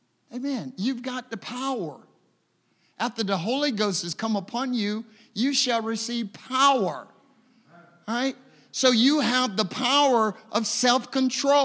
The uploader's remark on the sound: A service recording from Connect Point UPC.